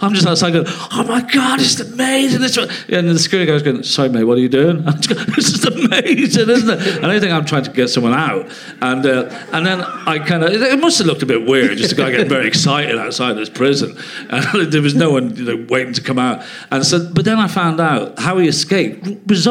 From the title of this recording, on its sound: Leicester Square Theatre Podcast